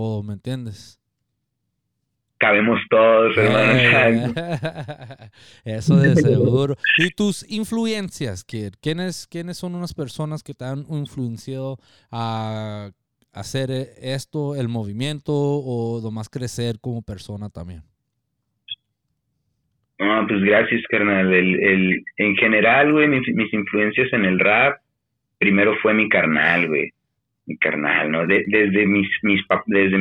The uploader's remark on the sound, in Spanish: Entrevista Telefónica.